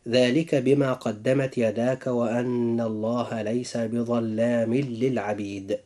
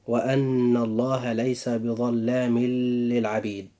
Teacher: جاء إدغام بغير غنة، حيث وقع التنوين في آخر كلمة بظلام، وجاء بعده اللام في كلمة للعبيد · Shown in: first take · فهنا يكون نطق هذه الآية هكذا: ذلك بما قدمت يداك وأن الله ليس بظلام للعبيد.